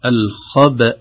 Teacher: الخبأ هكذا بقلقلة الباء وفتح الهمزة، لكن لو وقفنا نقول الخبأ هكذا.